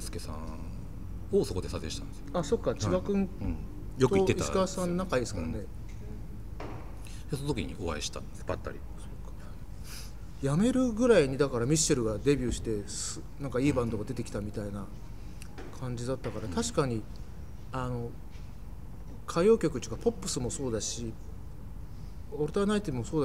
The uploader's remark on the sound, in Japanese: 収録場所：東京カルチャーカルチャー（渋谷）